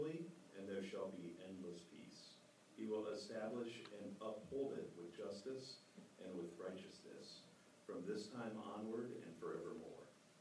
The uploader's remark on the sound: Christmas Eve message delivered during the Contemporary Worship service.